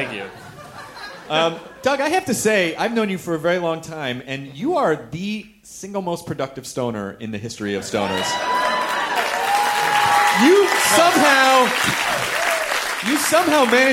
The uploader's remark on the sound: Special live show! We packed our ironic tshirts and trekked up to Seattle for the insanely fun Bumbershoot Festival!